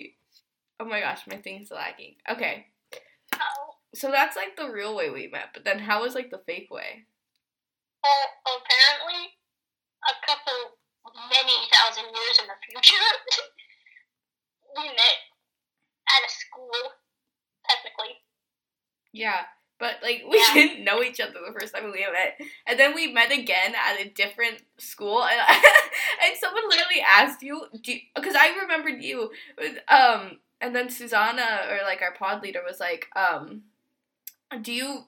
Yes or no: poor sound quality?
yes